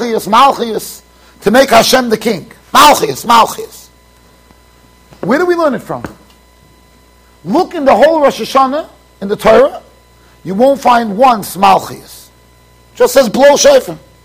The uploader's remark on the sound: Shiur recorded in Yeshivas Ohr Reuven, Monsey NY.